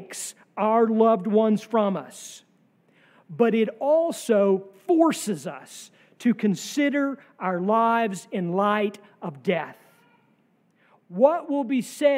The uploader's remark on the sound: sermon from our worship service